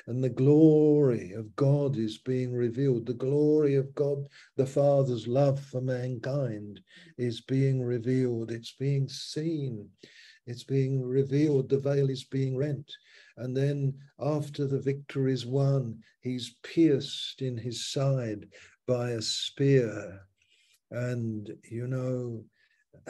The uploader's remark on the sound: Malaysia Meets (Zoom)